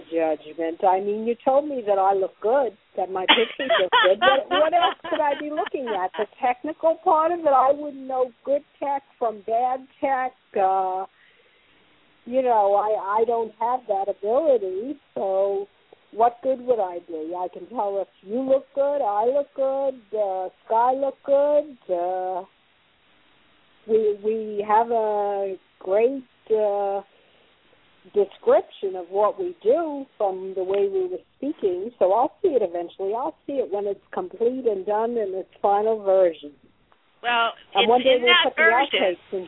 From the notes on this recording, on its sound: Live call-in radio talk show.